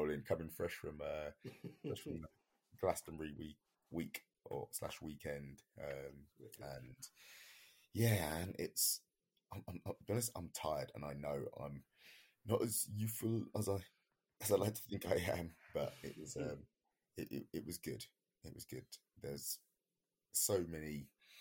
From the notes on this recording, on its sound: Apologies for the sound quality we had a lot of technical difficulties.